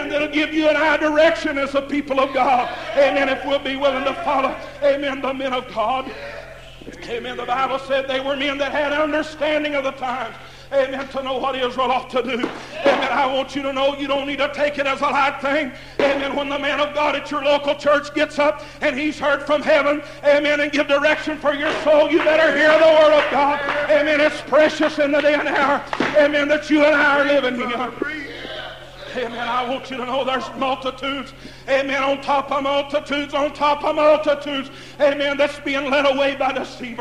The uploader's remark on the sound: Preaching at Muldrow Holiness campmeeting Muldrow Ok. Broadcast on Echoes of Holiness Radio.